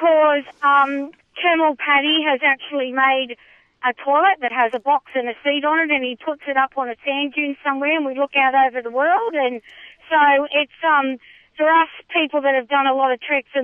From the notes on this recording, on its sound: Live from the Simpson Desert Hike to Help Jenny's Place. A third of the way into the journey we caught up with trek leader and Jenny’s Place Community Relations Coordinator. Thanks to a trusty satellite phone.